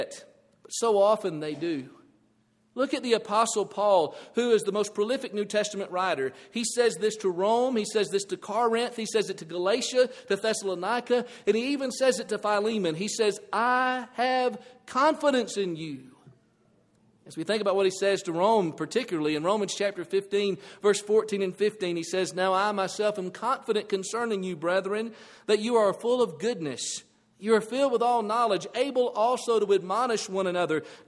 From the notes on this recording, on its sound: This audio presentation is provided from the Bear Valley church of Christ in Denver, Colorado.